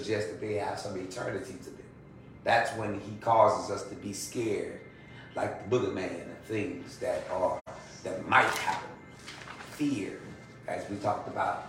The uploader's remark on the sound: In a Bible Study taping, live at the Historical St. Mary Congregational Church of Abbeville, La., congregants are unexpectedly cast in the role of counsel.